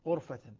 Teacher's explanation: الكوفيون وابن عامر يقرؤون غرفة بالضم بضم الغين